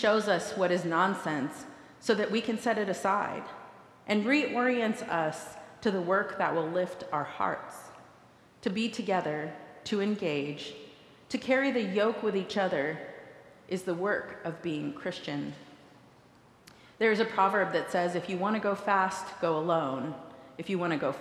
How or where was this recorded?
large echoing room